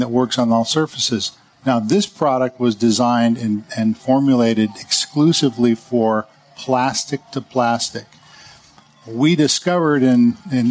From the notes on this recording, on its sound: Live from the 2018 National Hardware Show.